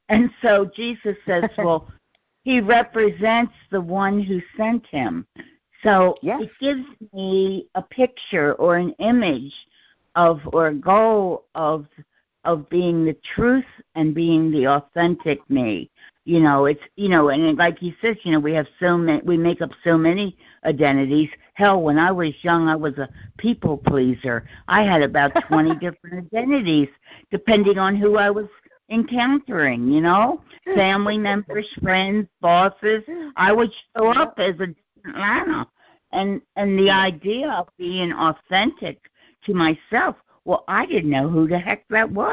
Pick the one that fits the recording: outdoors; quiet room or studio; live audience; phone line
phone line